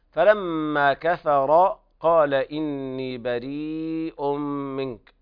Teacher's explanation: إدغام بغنة كامل لوقوع الميم بعد التنوين